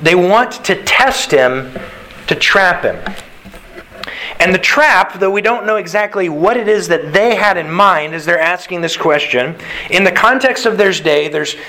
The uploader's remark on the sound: Sermon delivered to the Galena Bible Church